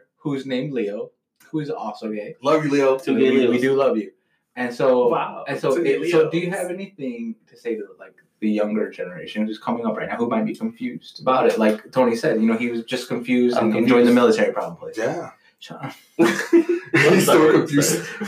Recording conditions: poor microphone